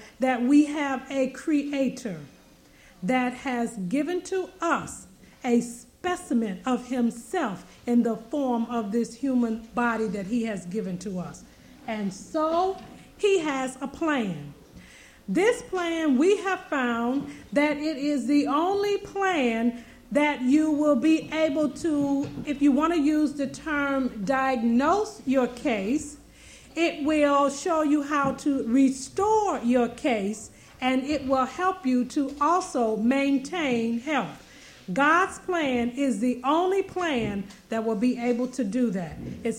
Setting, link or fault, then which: setting, large echoing room